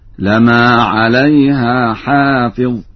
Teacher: قرأ ورش بتخفيف الميم